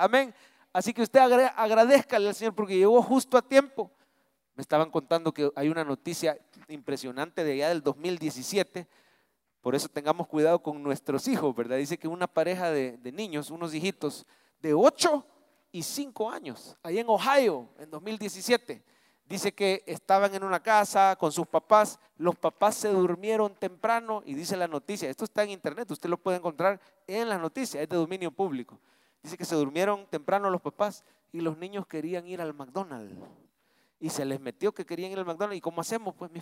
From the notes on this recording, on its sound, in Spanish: En vivo desde el Centro Familiar de Adoración CEFADCHURCH